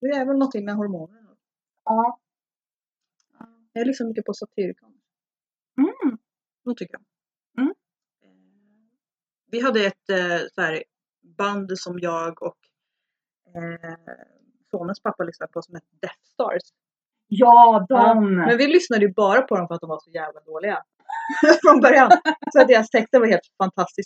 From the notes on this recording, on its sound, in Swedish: Svajig ljudkvalité